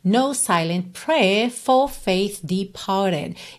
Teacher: ele não enrola o R aqui nem no prayer, nem no for e nem no departed